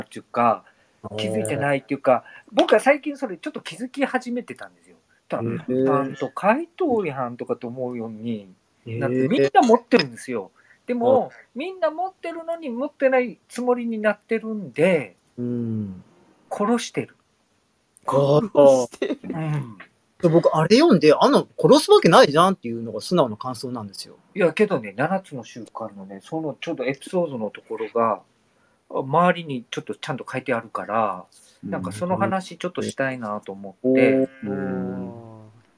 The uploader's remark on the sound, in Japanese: 毎月第2、第4日曜よる8時から配信のクラブハウス。モデレーター5名は、書面による同意済みでの録音・公開です。録音はクラブハウスの機能replaysによる公式記録です。